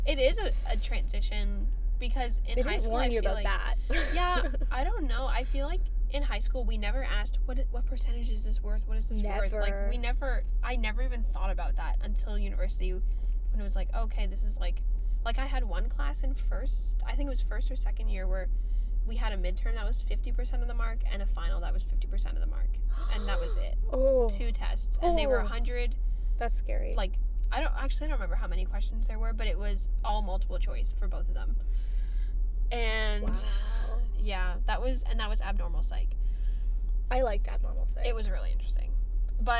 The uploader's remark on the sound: Car Conversation. Sorry if the audio is weird... We were in a running car.